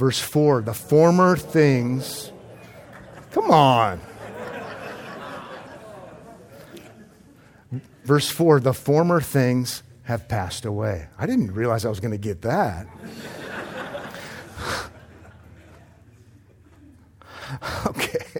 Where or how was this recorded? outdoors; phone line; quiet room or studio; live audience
live audience